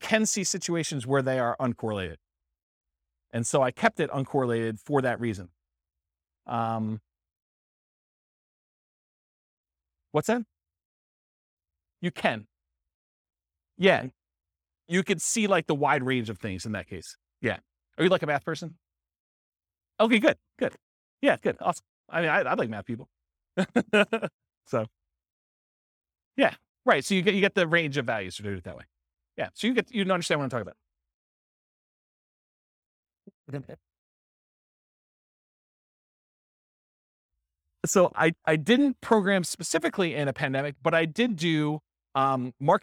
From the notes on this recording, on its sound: This was a live class recorded